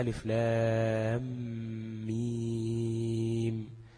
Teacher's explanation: فهيبقى مدغم، يعني هتبقى لام ميم، تمام؟ لأن ميم ساكنة وقع بعدها ميم متحركة، فيبقى إدغام. وكذلك هيبقى الميم الأخيرة في كلمة ميم، احنا نقول ميم ياء ميم، هتبقى ساكنة وغير مشددة، يبقى عندنا 2 ميم، واحدة مشددة دي في النص، واحدة ساكنة بدون تشديد دي في الآخر، يبقى ألف لام ميم.